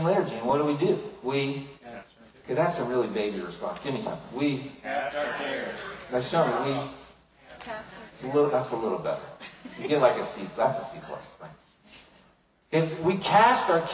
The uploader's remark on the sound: Unfortunately, the audio file for this sermon was corrupted, a lower quality audio was able to be produced from the livestream.